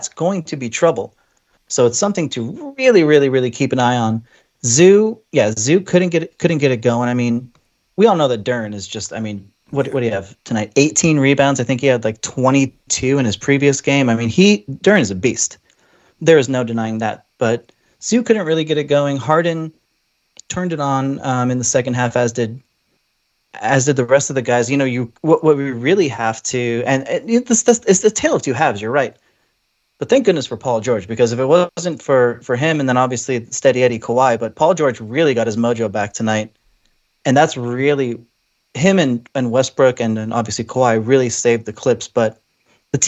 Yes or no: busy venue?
no